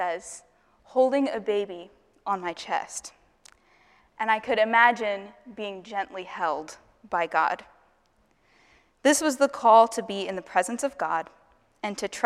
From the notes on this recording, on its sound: Asbury Seminary Kentucky Chapel, recorded on Tuesday, May 2, 2023 at Asbury Theological Seminary's Kentucky campus